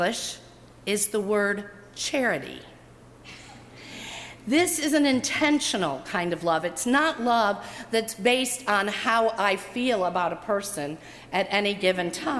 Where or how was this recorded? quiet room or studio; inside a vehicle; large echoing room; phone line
large echoing room